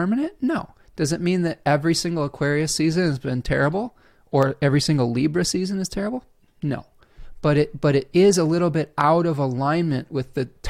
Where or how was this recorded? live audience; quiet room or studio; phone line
quiet room or studio